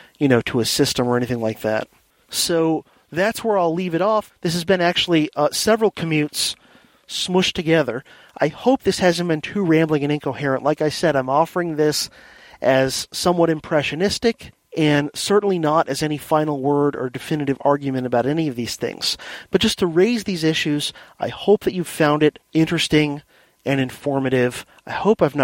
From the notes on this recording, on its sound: I’ve got an episode recorded while commuting in The Silver Bullet (my silver Hyundai Accent hatchback.)